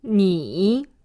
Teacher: If you listen carefully, you could hear the pitch fall and then rise.